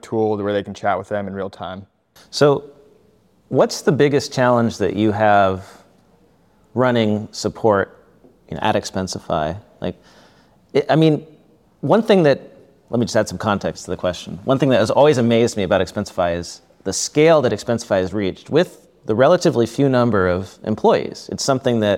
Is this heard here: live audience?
yes